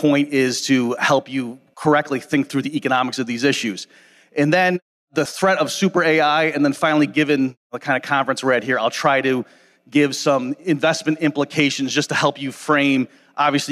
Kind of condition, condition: setting, live audience